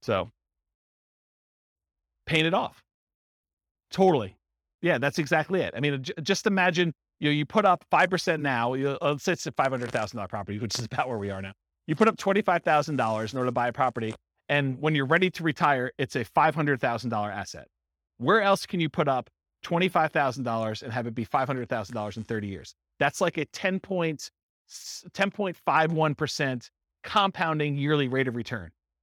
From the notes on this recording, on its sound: This was a live class recorded